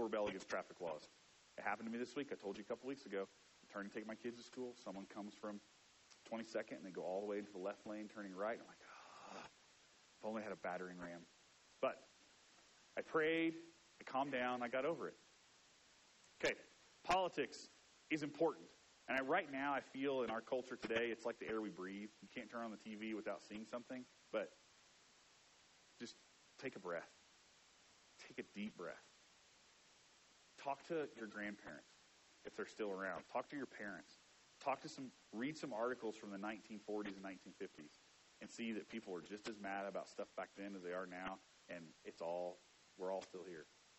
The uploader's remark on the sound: Mic dies halfway through. This is a partial sermon.